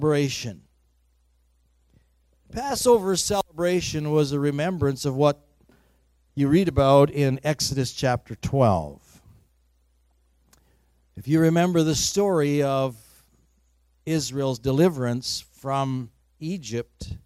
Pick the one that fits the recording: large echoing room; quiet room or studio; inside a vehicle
large echoing room